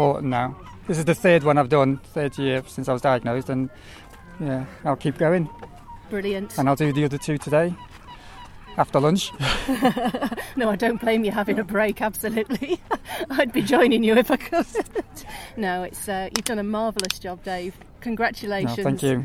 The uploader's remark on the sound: The challenge sees competitors climb the Med Steps in the Upper Rock Nature Reserve five times either in teams of five as a relay or individually. Last year I had a go and took my microphone along with me, in this podcast episode you can hear how I got on - it was very hard work!! The Med Steps 5 Challenge is organised by the Gibraltar Prison Service. Mixed with Gibraltar atmospheric sounds.